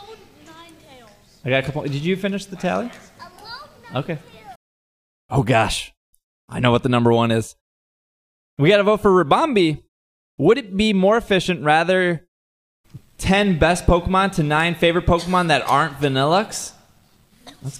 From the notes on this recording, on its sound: Live Show Recorded live at C2E2 2017. You hear a lot of "nopes", but they are kept. This has been cut down from fully live version!